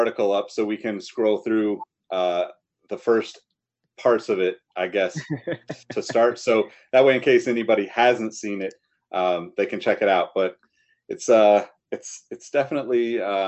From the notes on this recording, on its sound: Recorded on Riverside